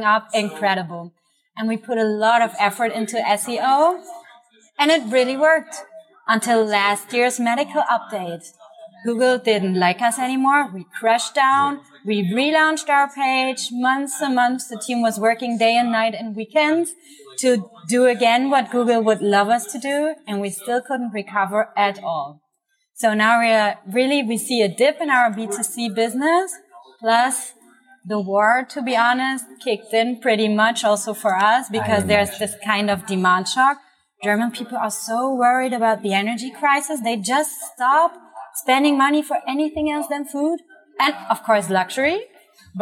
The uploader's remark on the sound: This episode was recorded in Media Village at Web Summit on November 3, 2022.